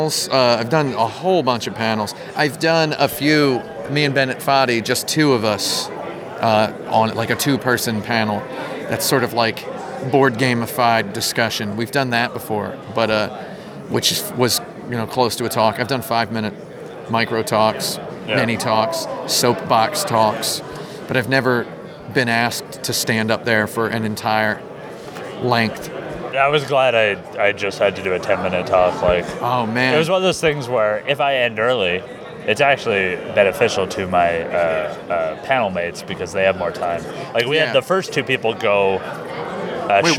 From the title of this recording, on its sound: at Game Developers Conference 2016